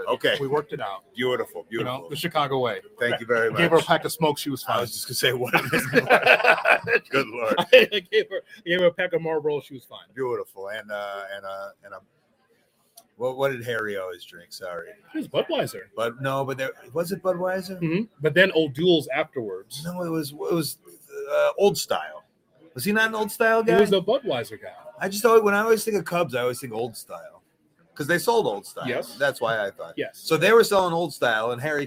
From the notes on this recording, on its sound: live from Starrcast in Chicago